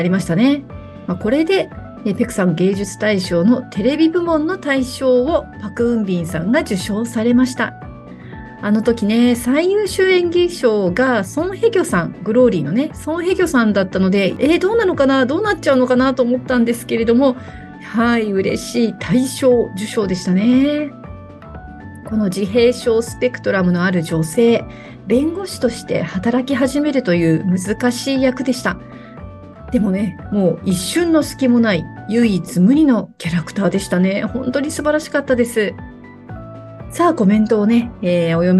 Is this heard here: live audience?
no